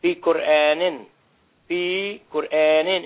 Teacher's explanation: you wouldn't hear the L sound in the definite article